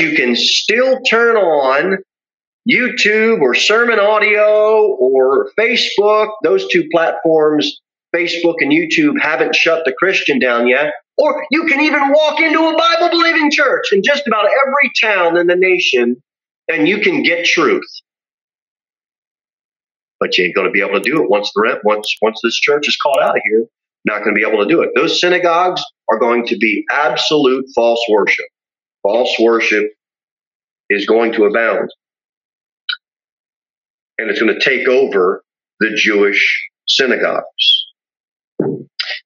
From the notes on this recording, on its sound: Sermon delivered at Pilgrim Baptist Church